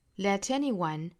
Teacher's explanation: things that may not work.And you must not letanyone，这个 must 尾部的特省掉， not 尾部特也省掉， let 和后面的 anyone 就要做辅加元的连读了